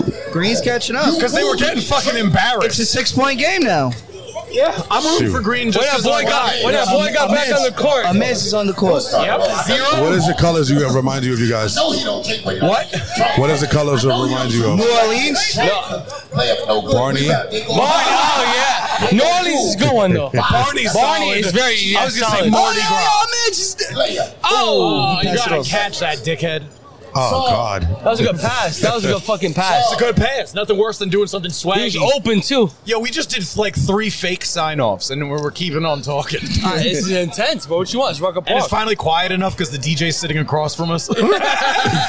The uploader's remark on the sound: Live from Rucker Park on 8/3/23!